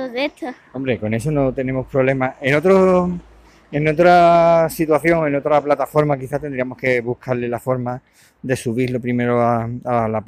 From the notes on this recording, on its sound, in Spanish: Hemos aprovechado que teníamos cosas que hacer para grabar desde la calle con el sonido ambiente.